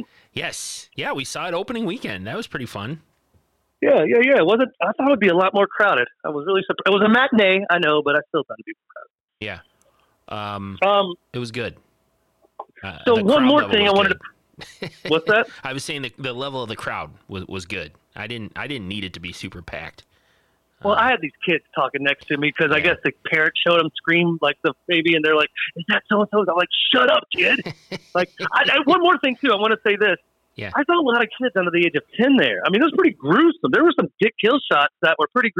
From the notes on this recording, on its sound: Test and make sure we can take phone calls. Called in from the SlashU East Campus.